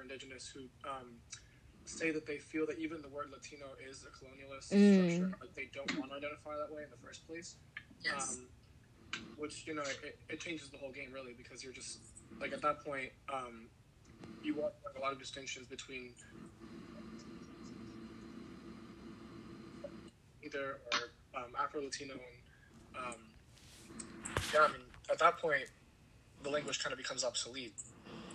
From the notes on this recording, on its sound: Apologies in advance for any issues with the audio quality! We recorded over facetime.